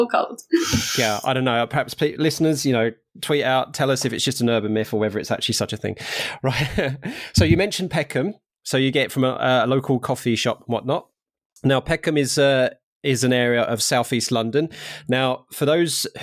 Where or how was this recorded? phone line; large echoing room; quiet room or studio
quiet room or studio